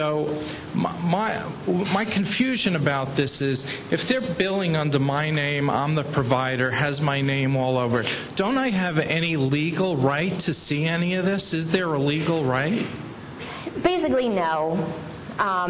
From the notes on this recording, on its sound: Audio podcast from the 8th Annual SDPA Dermatology Symposium in San Francisco.